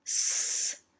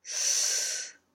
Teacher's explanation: it's not made with the tip of the tongue, which would be called apical S, but with the flat top front part of the tongue just behind the tip · Shown in: second take · It's a softer sound than an apical S because the air has a broader area to flow through. · Term: laminal S